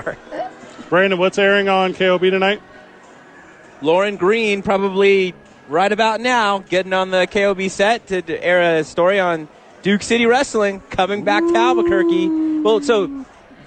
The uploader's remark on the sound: Live from the park and then immediately on the field for the first pitch!